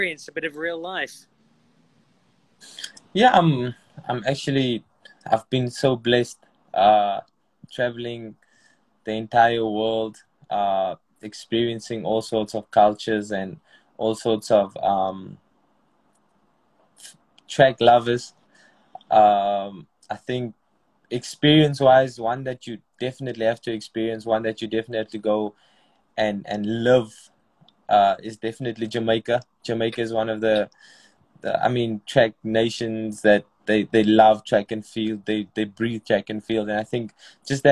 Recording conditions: video call